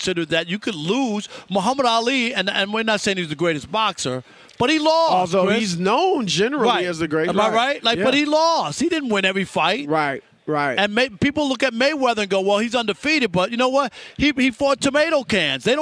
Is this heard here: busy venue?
yes